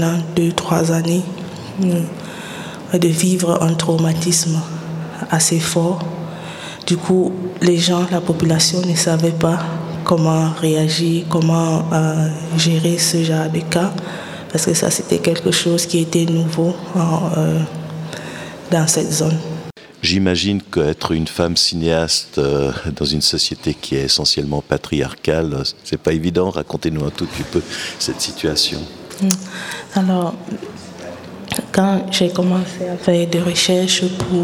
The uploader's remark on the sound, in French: En direct du festival Black Movie